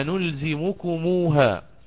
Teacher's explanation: فتوصلا لهاء الغيبة هنا أضيف حرف الواو بينهما، فوصلت الميم بعد ضمها بواو، فقلنا أنلزمكموها، وهذه لجميع القراء.